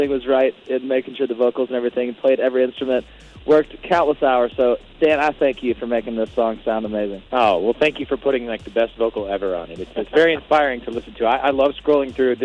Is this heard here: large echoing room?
no